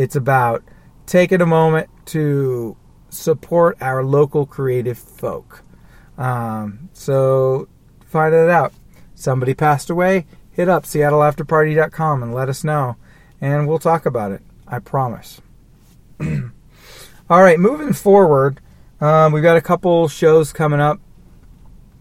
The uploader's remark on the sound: Somber Ramblings in a Car